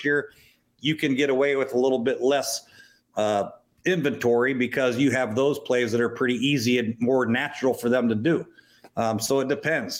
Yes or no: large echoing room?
no